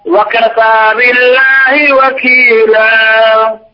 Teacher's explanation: هذا مد عوض حركتين فقط